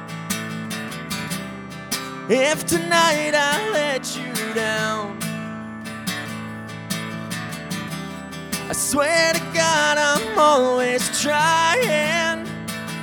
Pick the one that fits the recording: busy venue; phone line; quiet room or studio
busy venue